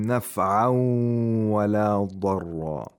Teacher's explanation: The waw is nasalized because there is a tanween followed by waw, one of the letters of Yamun. · Term: idgham of Nun Sakina